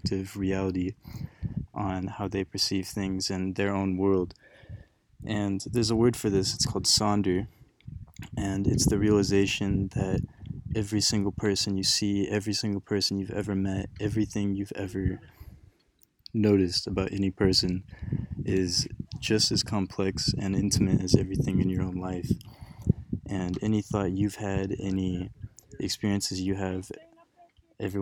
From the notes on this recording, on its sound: We recorded this episode with 8 special guests at the peak of a mountain in Hawaii.